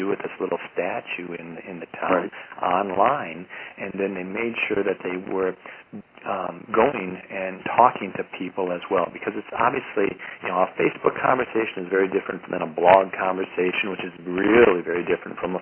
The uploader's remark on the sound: Call recorded on September 13, 2012.